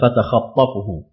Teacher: بالتحريك في الخاء وتشديد الطاء